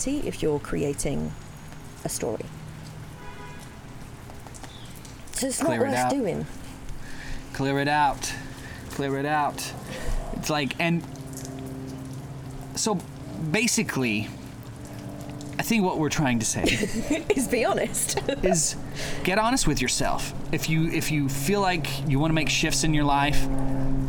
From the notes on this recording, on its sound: Rain, trains and even walk-on bit-parts. This week’s podcast is a feast for the senses - and we apologise in advance for the audio high-jinks. We’ve done our best to clean it up but you WILL hear rain in parts. You will also hear laughter as our team battle the elements…